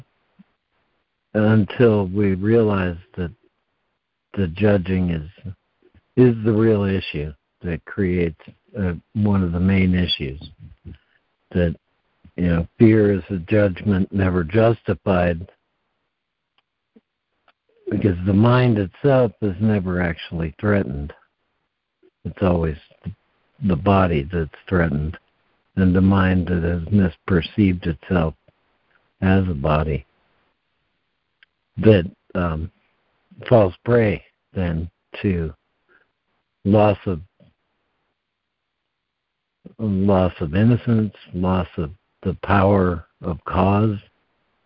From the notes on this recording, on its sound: ACIM Daily Conference Call.